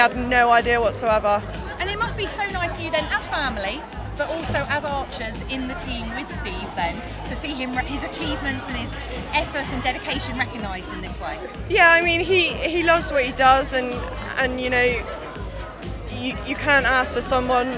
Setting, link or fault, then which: setting, busy venue